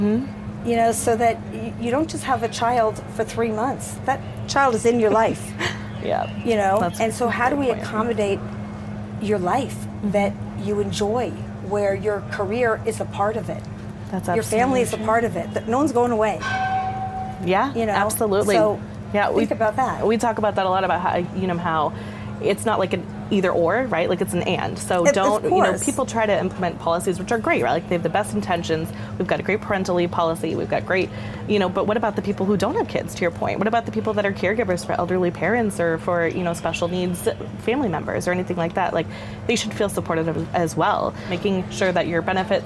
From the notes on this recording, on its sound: Studio on the road (again) to the 2023 HR Technology Conference & Exposition , held October 10–13 in Las Vegas. HR Tech 2023.